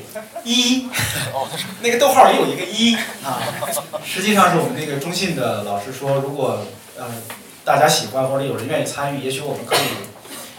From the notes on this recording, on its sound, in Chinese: 同近百位在场的读者朋友谈了一些与广告创意业务、行业相关的问题。这是不久前《文案的自我修养》一书在北京建投书店举办的读者沙龙——「创意工人聊天会」的现场录音。到场的既有各路老朋友，也有来自各互联网公司、广告公司、创业工作的相关同行。